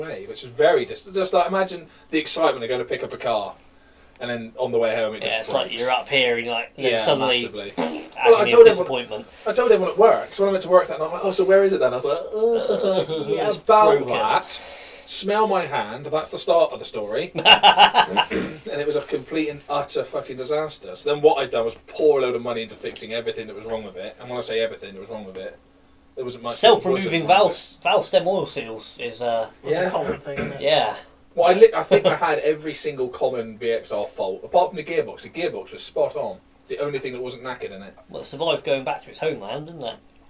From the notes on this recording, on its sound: We are aware there are some slight audio issues and we do apologise.